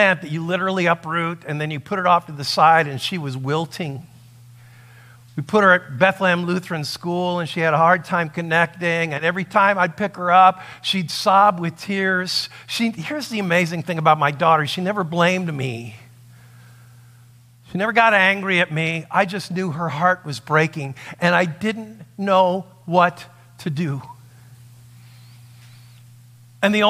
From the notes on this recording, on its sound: a sermon that he preached at Saving Grace Lutheran in Queen Creek, Arizona